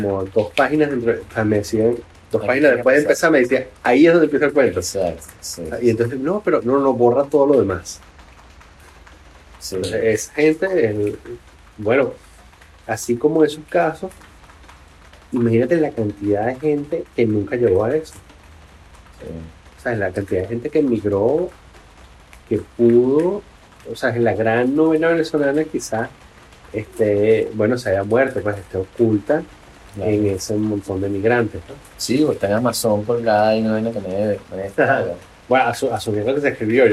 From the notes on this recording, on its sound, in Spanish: Desde una terraza en Avignon